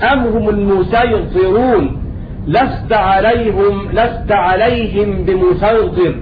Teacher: قرأ في الموضعين بالسين الخالصة